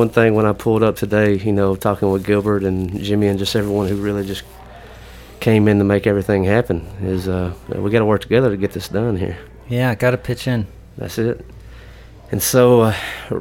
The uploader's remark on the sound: At the Blue Front Cafe.